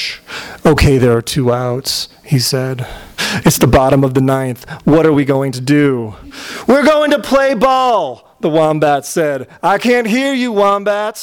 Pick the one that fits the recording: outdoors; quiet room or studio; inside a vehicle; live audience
live audience